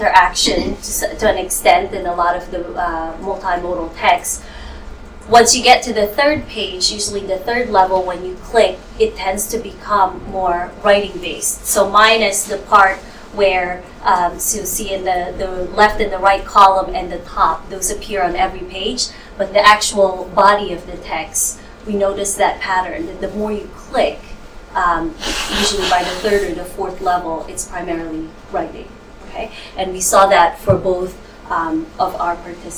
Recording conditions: large echoing room